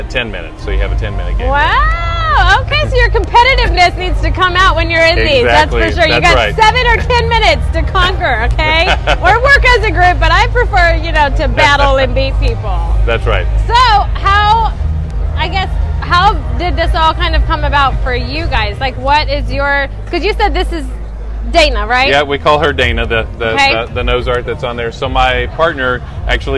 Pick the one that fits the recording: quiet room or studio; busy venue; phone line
busy venue